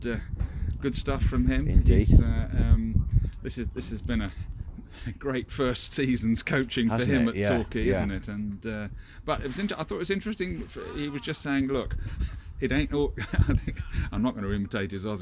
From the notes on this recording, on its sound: The boys are outdoors again for this week's podcast. They have a guest with them.